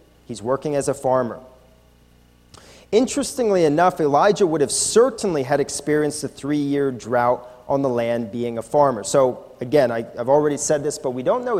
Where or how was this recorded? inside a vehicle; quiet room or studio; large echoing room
large echoing room